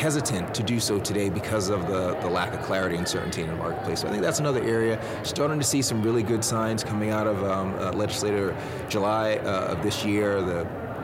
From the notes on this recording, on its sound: LIVE FROM MONEY 20/20.